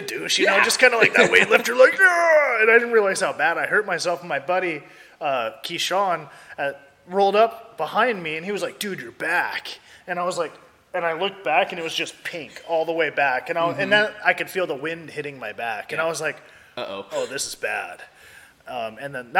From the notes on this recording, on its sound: Recorded at Wildman Gastro Pub in Olympia Wa!